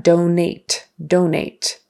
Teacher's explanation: And the emphasis is on the first syllable, donate.